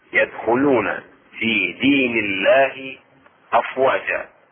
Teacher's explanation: الشاهد هنا يدخلون في دين الله أفواجا، دين الله وليس دين الله. هنا ترقق اسم الجلالة تخفف · Term: ترقيق اللام